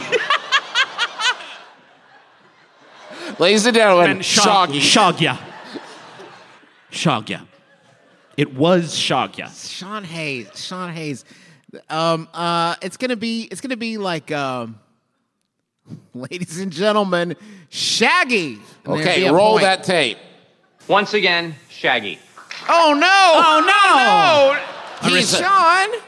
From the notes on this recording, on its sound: Live from the Balboa Theater during San Diego Comic-Con 2023